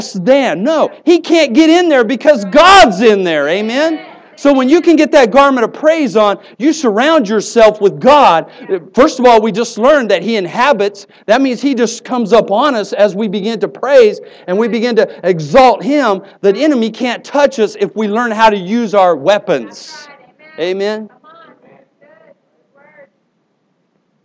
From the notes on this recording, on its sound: Here is an older message I preached at a church service on Praise.